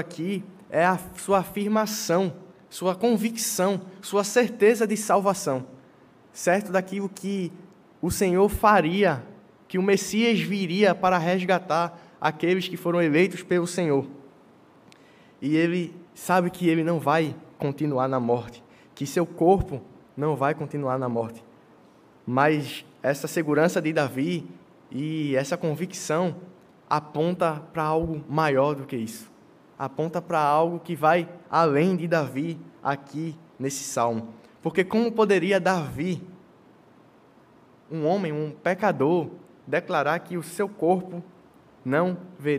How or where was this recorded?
large echoing room